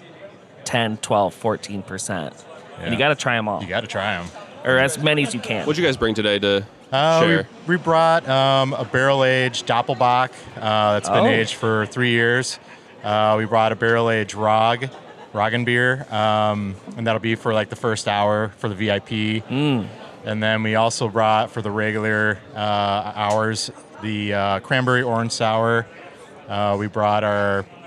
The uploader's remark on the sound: Live from BrrrFest!!